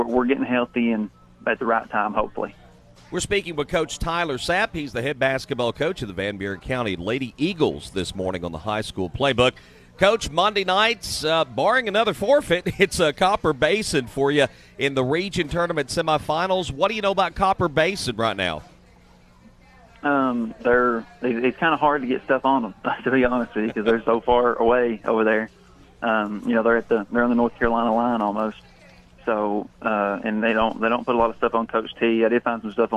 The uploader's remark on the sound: Live from Chick-fil-A, Interstate Drive in Cookeville